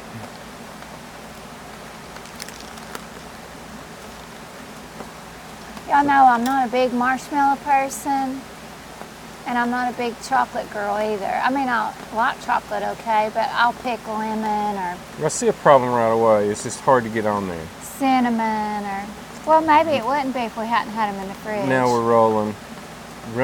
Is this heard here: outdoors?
yes